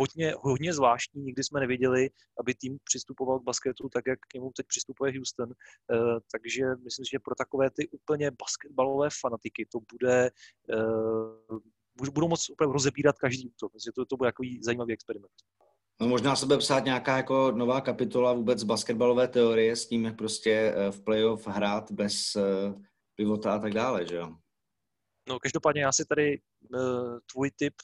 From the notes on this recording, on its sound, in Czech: Na dálku přes zoom probírala trojice basketbalových expertů.